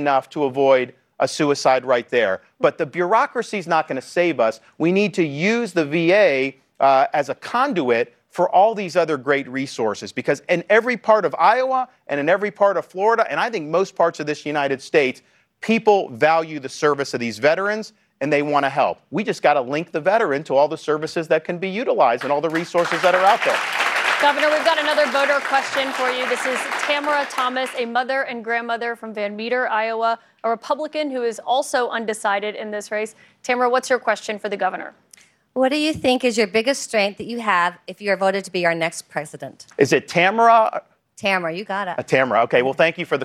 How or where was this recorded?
live audience